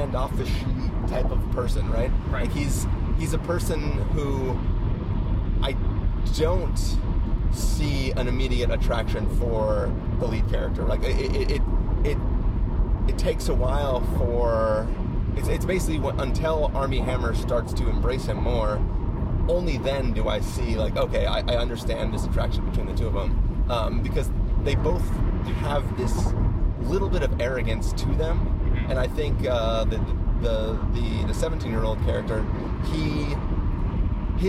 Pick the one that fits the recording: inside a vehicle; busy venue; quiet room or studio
inside a vehicle